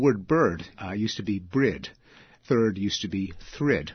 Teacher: It's a flipping of two phonemes, two consonants · Term: metathesis